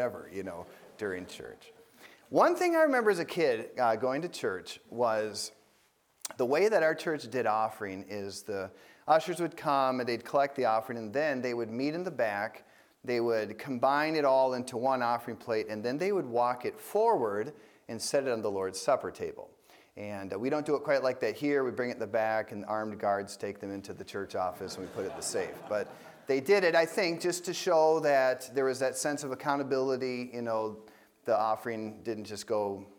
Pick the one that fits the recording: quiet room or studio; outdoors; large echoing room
large echoing room